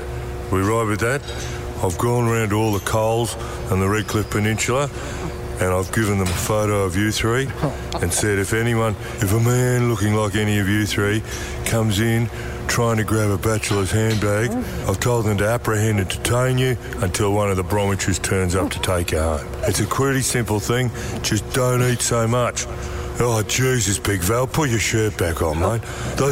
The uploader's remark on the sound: sneaks a microphone into the Dolphins' gym!